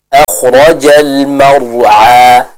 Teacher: Huruf ain sendiri dia diucapkan dari tenggorokan bagian tengah.